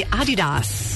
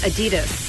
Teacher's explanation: slight emphasis on the first syllable · Shown in: first take · not Adidas.